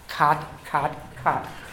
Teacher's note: The back of the tongue is hitting up against the soft palate, away far back.